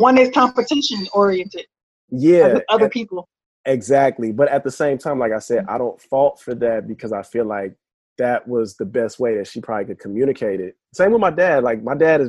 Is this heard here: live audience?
no